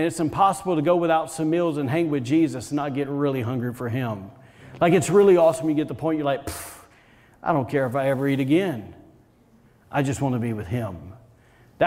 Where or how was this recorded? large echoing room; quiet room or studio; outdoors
large echoing room